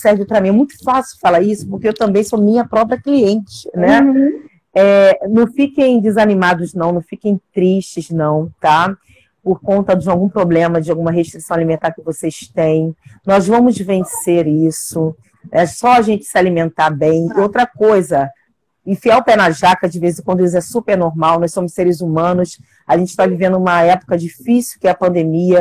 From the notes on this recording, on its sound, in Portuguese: em uma live especial no Instagram